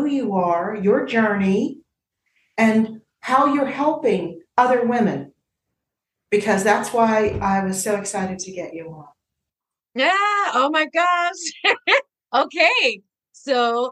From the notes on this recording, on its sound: The interview was via Zoom, not in a studio